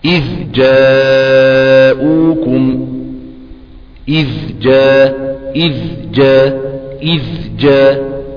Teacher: الصغير الذال مع الجيم مثل إذ جاءوكم، إذ جاء، إذ جاء، إذ جاء، حرف الذال الرخو مع الجيم في تقارب في الصفات